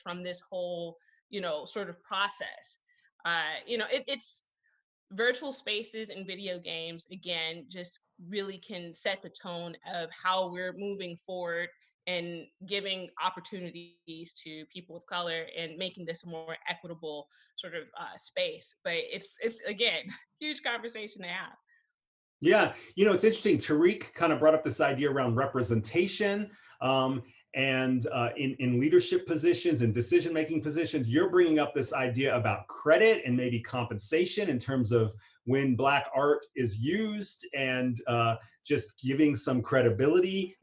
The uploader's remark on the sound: Recorded at one of our online music tech meetups.